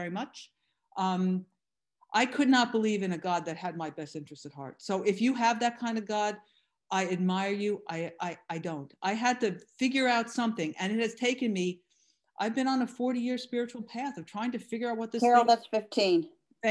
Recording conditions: video call